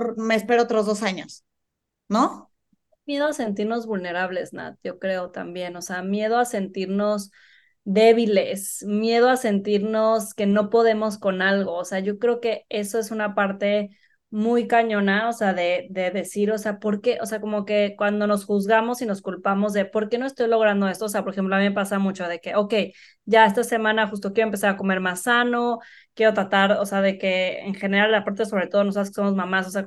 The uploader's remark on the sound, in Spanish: Esta temporada grabada de forma remota